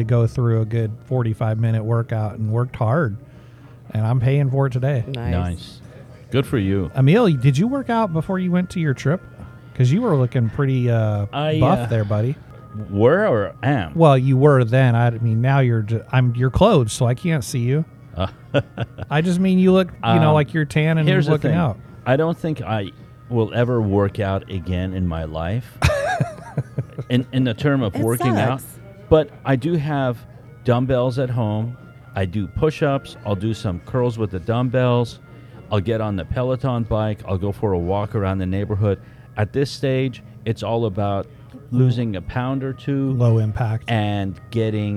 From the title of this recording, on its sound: On location at Che'root, where it all started!!